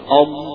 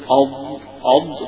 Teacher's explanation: تقول أض، اعرف فين مخرج الضاد، وأنت تقول كلمة أض أض تلاقي أن حافة اللسان جاية جنب أول الأضراس العليا